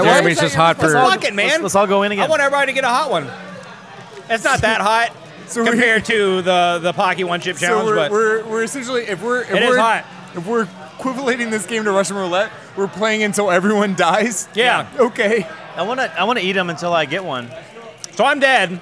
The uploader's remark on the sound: recorded at Rocky Mountain Pizza in Atlanta, GA!